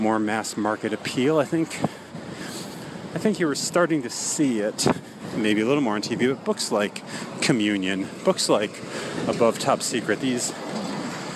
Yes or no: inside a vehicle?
yes